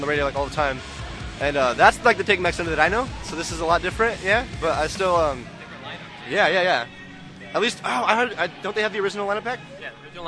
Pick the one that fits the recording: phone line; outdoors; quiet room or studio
outdoors